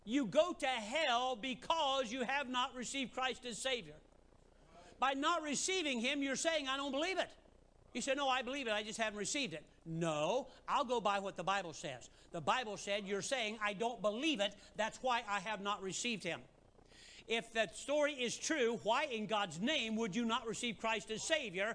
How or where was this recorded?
large echoing room